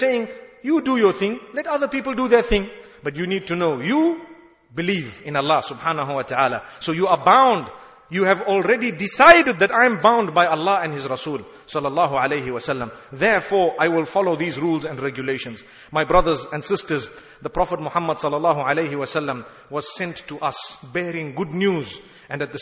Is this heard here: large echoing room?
yes